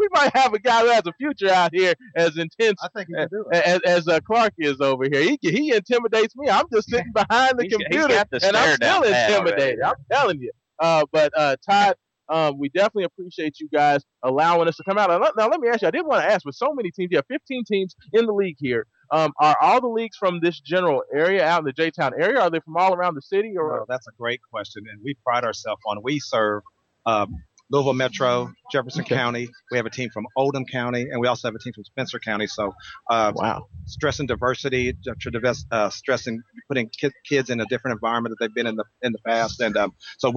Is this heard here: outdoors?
yes